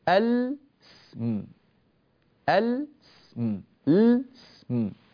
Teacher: فتجتمع لام التعريف الساكنة مع سين اسم